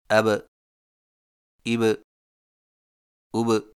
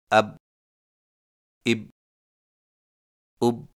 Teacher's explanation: حرف با پر جزم آئے تو دونوں ہونٹ آپس میں مل کر الگ ہو جاتے ہیں اور قلقلہ ہوتا ہے · Shown in: first take